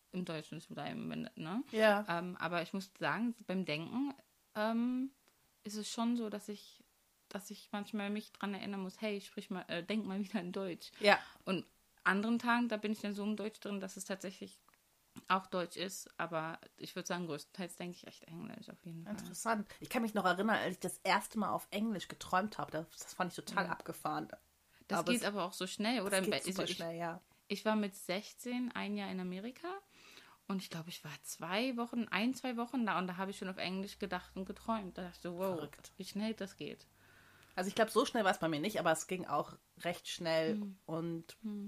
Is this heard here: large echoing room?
no